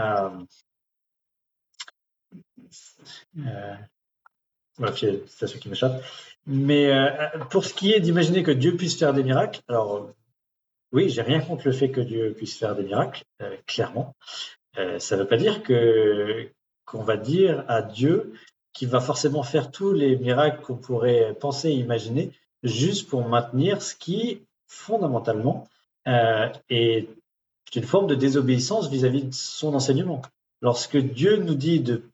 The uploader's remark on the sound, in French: Replay audio du webinaire enregistré le 21 septembre 2023